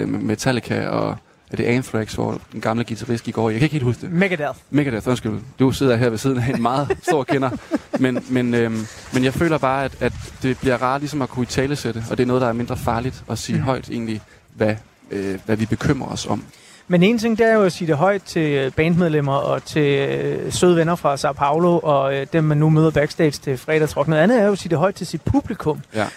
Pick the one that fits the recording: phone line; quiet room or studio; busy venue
busy venue